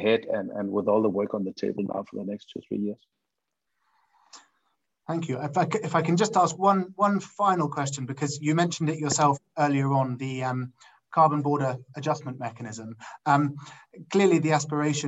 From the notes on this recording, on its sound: Is a recording of one of our digital events.